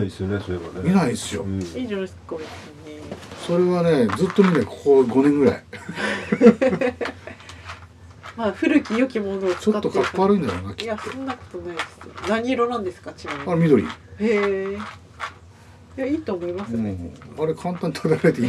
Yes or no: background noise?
yes